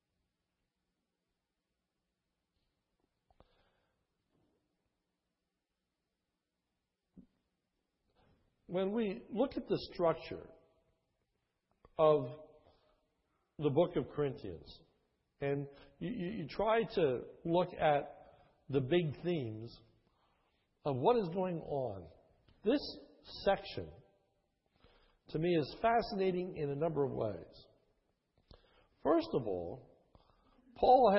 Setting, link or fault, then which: setting, large echoing room